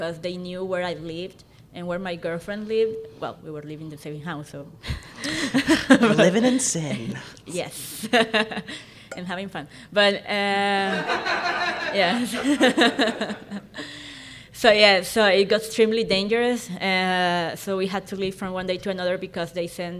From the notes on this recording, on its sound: live conversation at the Queer Christian Fellowship Conference in Chicago